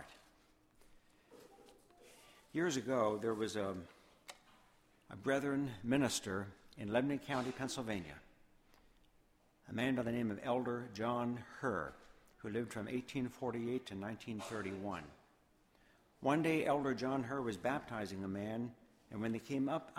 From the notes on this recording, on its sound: Sermon Audio from Woodbury Church of the Brethren.